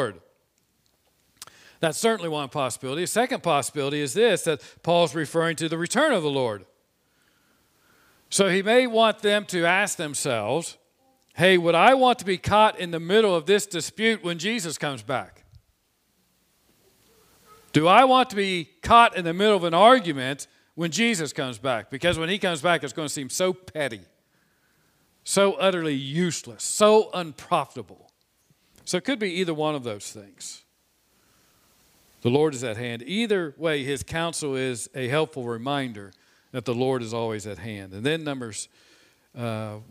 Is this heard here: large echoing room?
yes